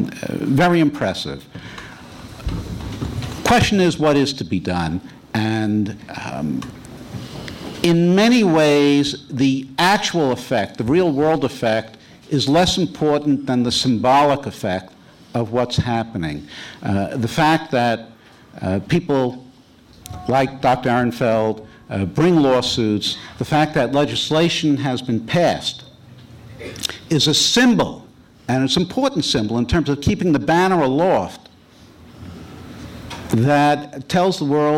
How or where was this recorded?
large echoing room